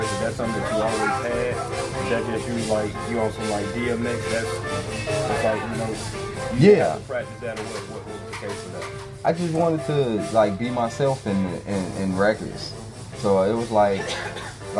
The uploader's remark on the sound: We recorded the conversation live at Hyde Park Records